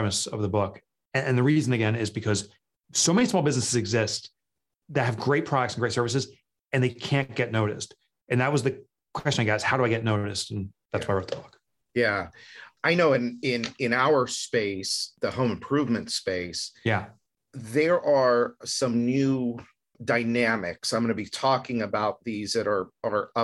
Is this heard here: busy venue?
no